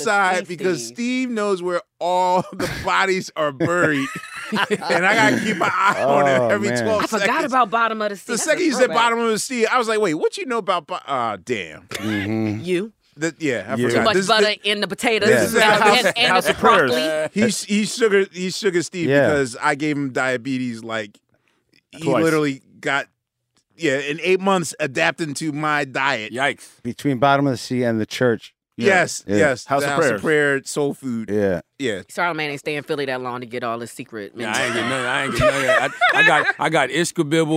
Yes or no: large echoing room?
no